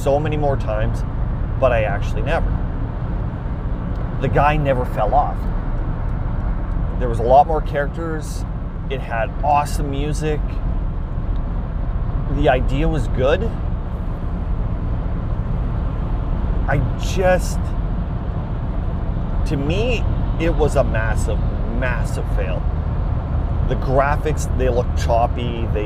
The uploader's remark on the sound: Audio quality is not studio produced but rather produced in a moving mini van which decreases the quality. Every episode quality will vary from time to time as it depends on the equipment that is available as well as the outside weather. The weather could add extra wind noise to rain falling on the windshield to other vehicles driving by.